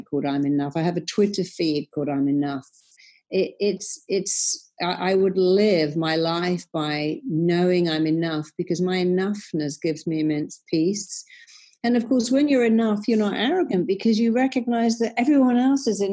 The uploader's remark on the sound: this episode was recorded via Zoom due to COVID19, so we apologise for any sound issues